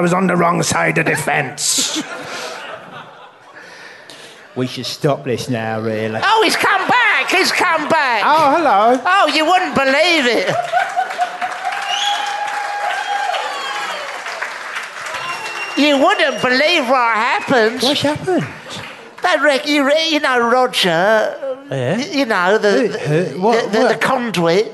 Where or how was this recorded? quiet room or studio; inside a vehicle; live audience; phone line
live audience